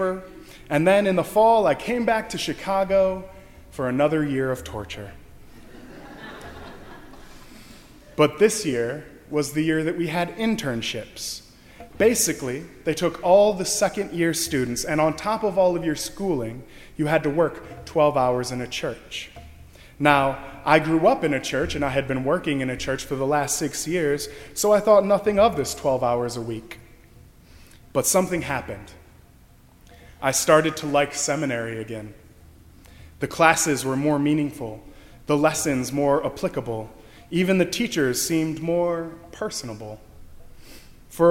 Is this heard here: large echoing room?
yes